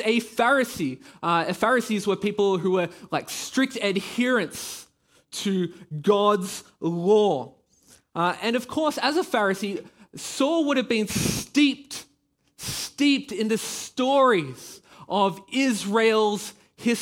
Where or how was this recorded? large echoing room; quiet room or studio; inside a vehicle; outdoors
large echoing room